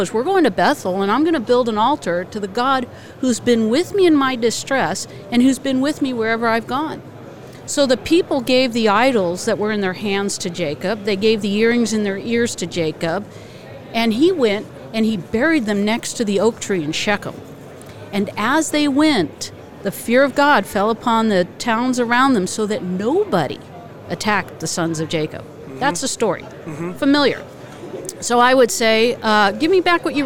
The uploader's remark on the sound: LIVE from NRB 2022!